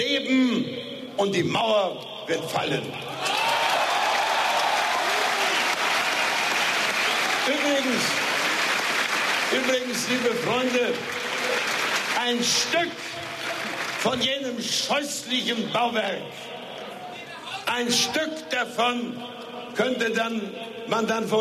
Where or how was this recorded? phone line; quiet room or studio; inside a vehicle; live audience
live audience